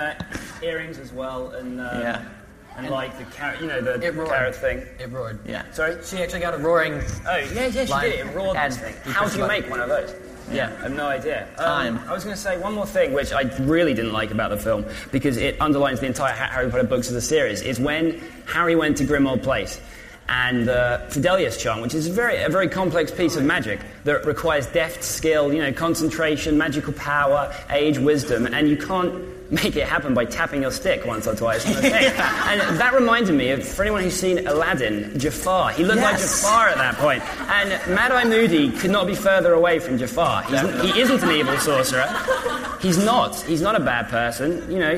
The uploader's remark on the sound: MuggleCast LIVE in London for the release of ‘Deathly Hallows’.